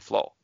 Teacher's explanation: at the lowest socioeconomic level, people were dropping the R all the time